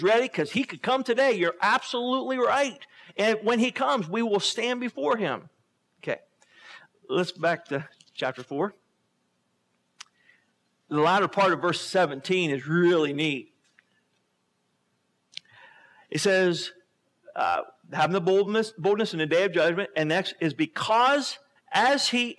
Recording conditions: large echoing room